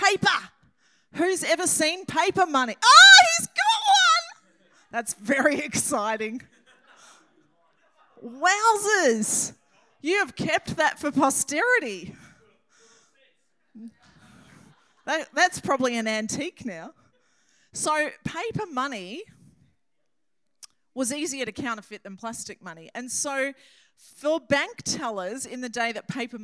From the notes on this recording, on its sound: This message was recorded on 07/10/2023 during the Saturday 7pm service.